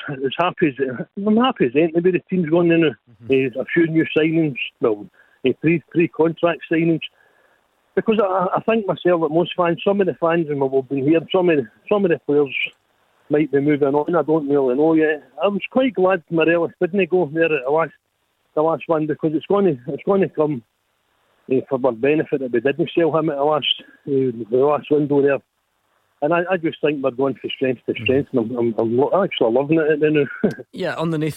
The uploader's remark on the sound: take your calls